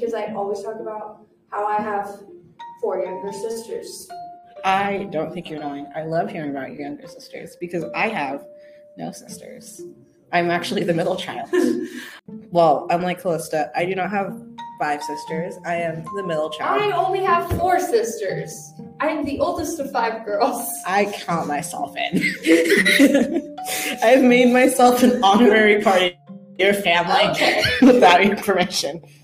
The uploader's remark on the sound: Mind any technical issues or wonky parts of the episode, we're going through a learning curve.